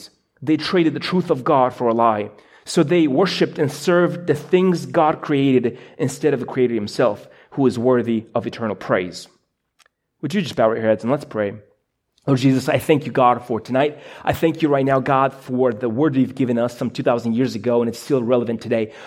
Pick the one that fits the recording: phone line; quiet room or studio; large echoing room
large echoing room